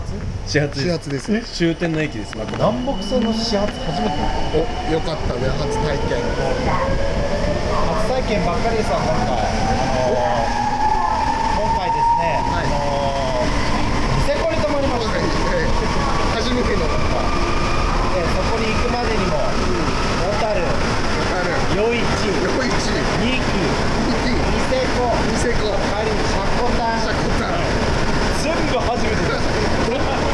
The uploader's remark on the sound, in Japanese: 札幌市営地下鉄南北線オフライン収録！※地下鉄内収録のため環境音注意。今回は札幌市営地下鉄南北線真駒内駅からオフライン収録！地下鉄内での収録のため環境音抜群でお送りとなりますのでご注意ください。